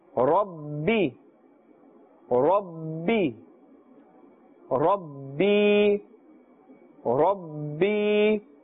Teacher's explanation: Ba is part of the huruf qalqala, and therefore we must place more emphasis, more stress on this as well.